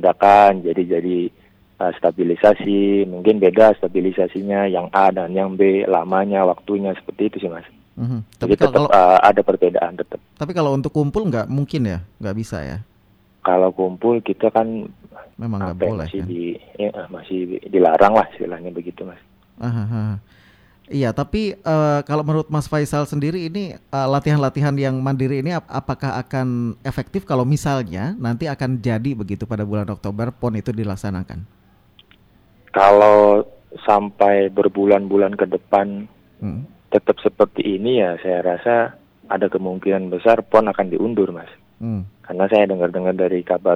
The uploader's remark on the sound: (by Phone)